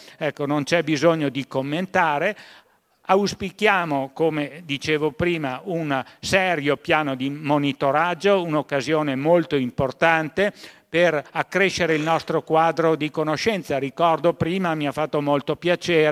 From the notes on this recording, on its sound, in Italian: Sono state proposte alcune delle registrazioni di interventi svolti al convegno. Organizzato a Belluno dalla fondazione Giovanni Angelini – Centro studi sulla montagna.